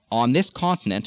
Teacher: Now, O-N is a very short word, but on, it happens a lot, so get that rounded short O